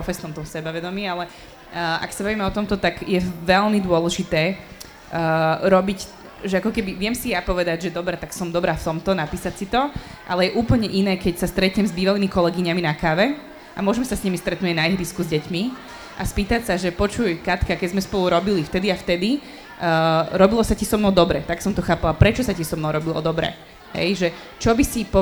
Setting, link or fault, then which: setting, busy venue